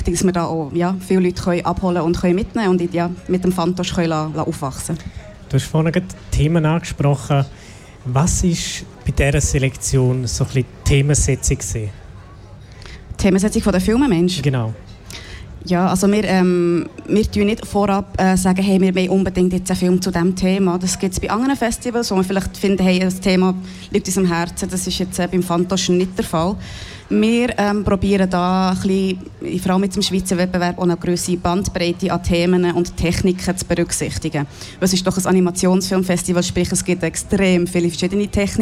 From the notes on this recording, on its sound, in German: Festivalausgabe live aus dem Merkerareal in Baden.